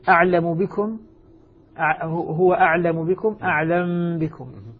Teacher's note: هنا قضية الميم من قبل الباء تسكن الميم ثم بعد ذلك تخفى فيها · Term: إخفاء